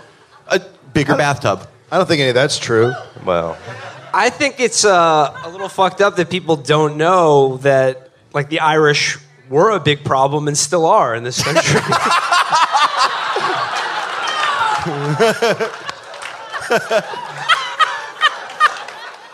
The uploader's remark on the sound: Live in NY